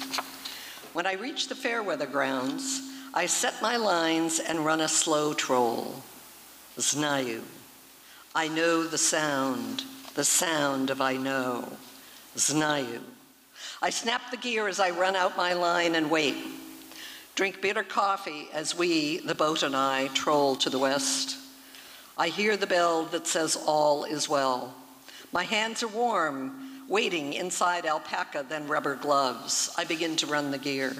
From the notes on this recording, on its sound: Performance was recorded at the Liberty Theatre on Saturday, February 25th, 2023.